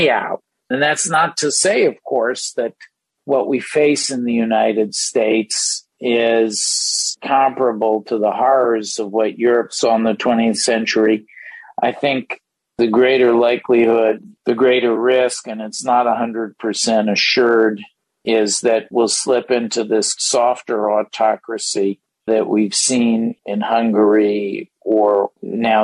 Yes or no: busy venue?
no